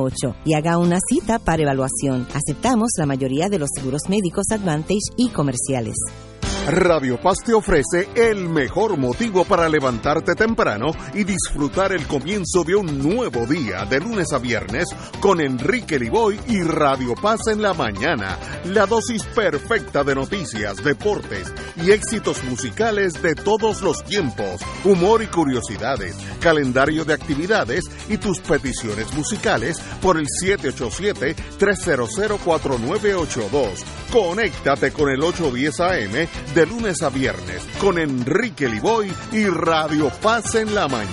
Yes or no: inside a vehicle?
no